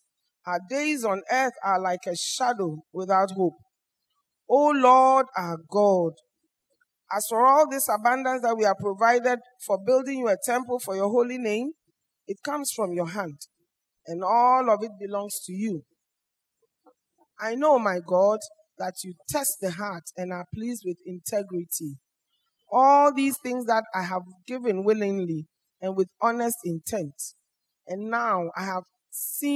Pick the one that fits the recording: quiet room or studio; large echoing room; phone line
large echoing room